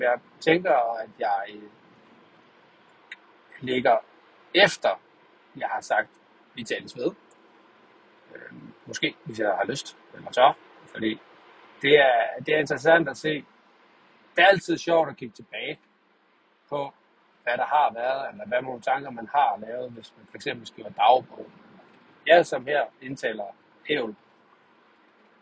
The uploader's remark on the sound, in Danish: Tur til ned til messe. Forhåbentligt er det den sidste optagelse med dårlige lyd. Beklager kan jo ikke klippe eller rette i det.